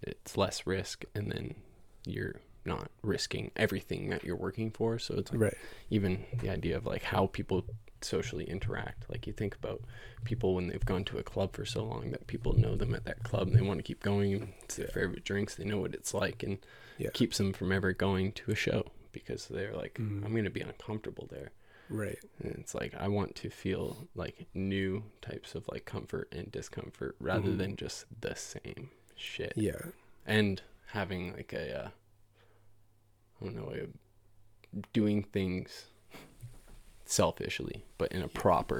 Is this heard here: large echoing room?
no